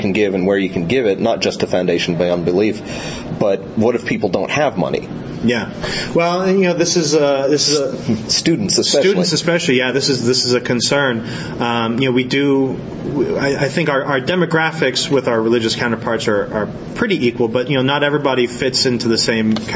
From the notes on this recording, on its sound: At Skepticon 2012.